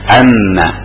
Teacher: kalau nano na na itu lidah kita meletakkannya di tengah langit-langit.